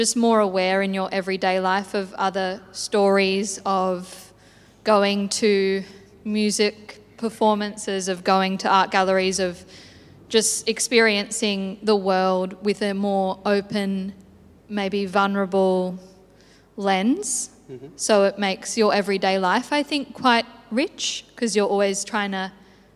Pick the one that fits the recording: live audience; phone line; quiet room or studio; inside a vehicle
live audience